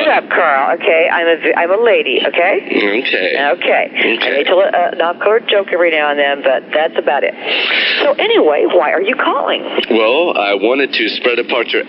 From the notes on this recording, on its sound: RBCP's Personal Prank Phone Calls Collection